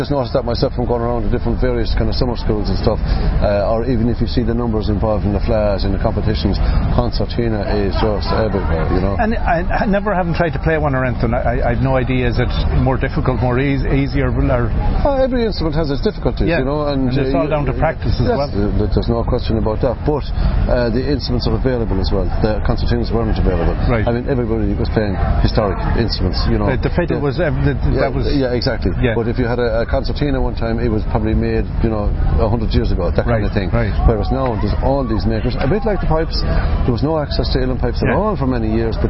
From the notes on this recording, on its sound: Sharing interviews recorded at the All Ireland Fleadh 2017 in Ennis Co Clare.